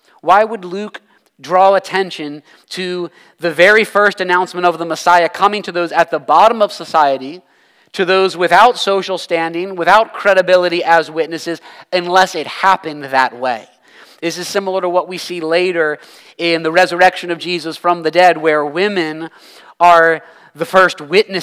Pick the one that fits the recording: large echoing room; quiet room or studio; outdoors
large echoing room